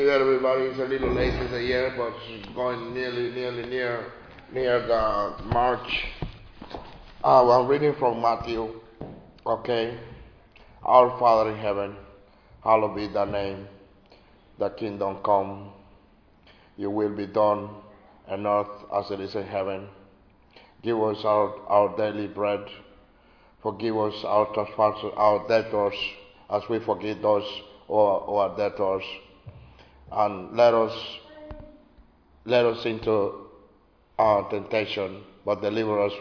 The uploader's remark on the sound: Recorded live in Liberty Church on 23 January 2022